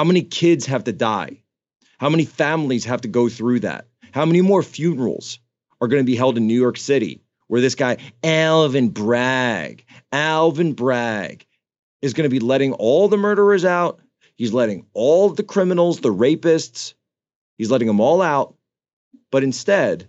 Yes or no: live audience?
no